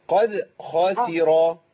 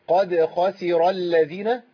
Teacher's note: الخاء مفخمة والسين مرققة والراء مفخمة